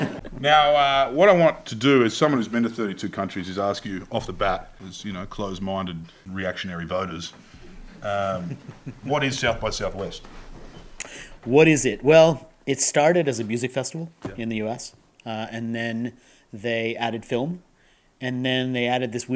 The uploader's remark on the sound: (Live from SXSW Sydney). Live again from the inaugural South by Southwest Sydney festival of tech and culture, The Betoota Advocate talks to the type of unconventional expert that you can only hear speak at events like this.